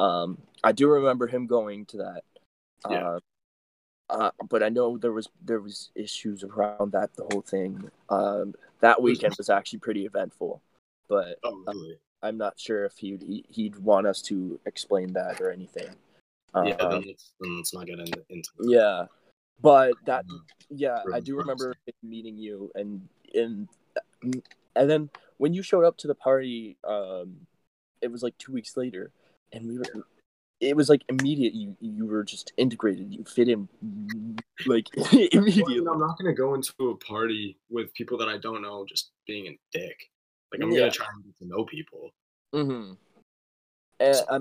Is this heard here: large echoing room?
no